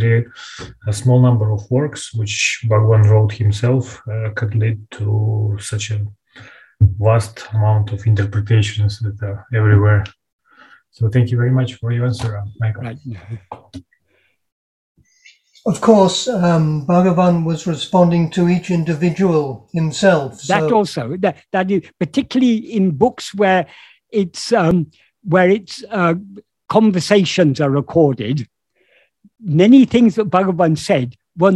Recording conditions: video call